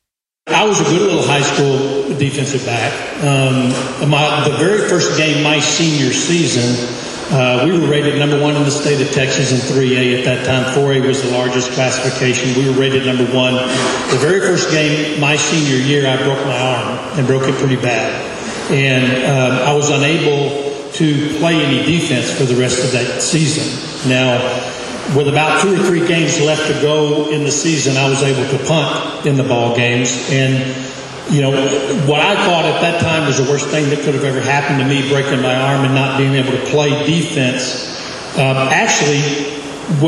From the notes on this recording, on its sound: Recorded live at the induction luncheon held at the Texas Sports Hall of Fame.